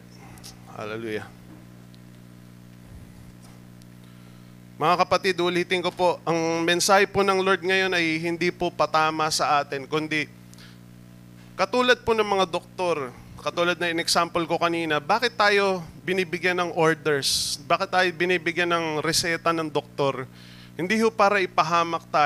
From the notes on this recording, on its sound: Recorded live at The Shepherd Of Faith Family Church on August 7, 2022.